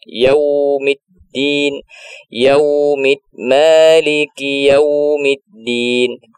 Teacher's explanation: Kemudian dari yaumiddin, ya, ketika yau, coba diusahakan yau, ketika waw masuk, bibirnya dimonyongkan, biar sempurna wawnya.